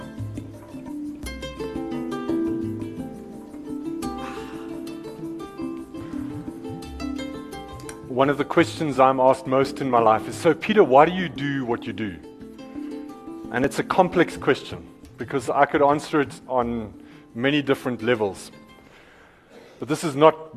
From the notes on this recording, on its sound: ASSA 2015 Short Term Insurance Convention at Emperors Palace, Kempton Park on 7th September 2015